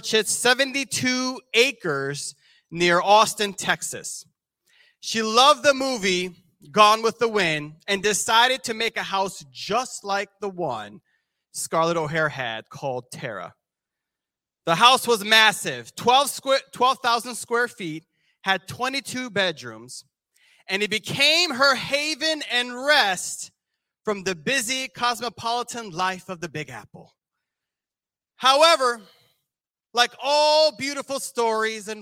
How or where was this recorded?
large echoing room